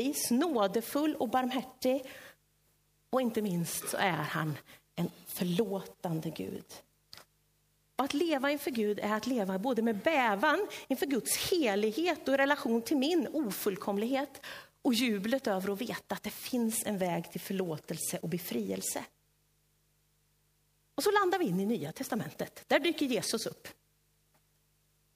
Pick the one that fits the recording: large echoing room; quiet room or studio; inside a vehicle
large echoing room